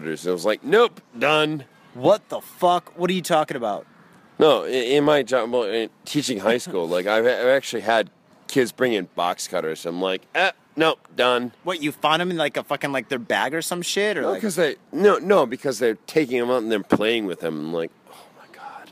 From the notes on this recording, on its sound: Studio, we don't need no stinkin' studio, we got the South Side Park to roll in! Grab a mic, 6pack and the park.